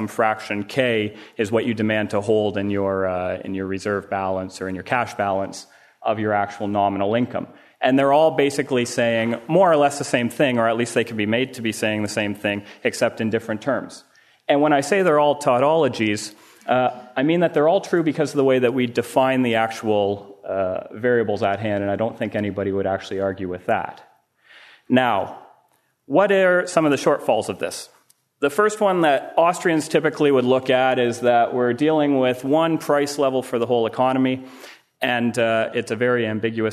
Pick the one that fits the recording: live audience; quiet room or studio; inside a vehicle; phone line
live audience